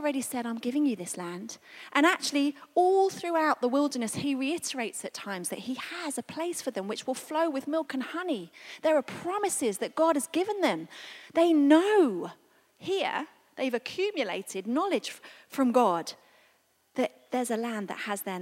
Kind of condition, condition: setting, large echoing room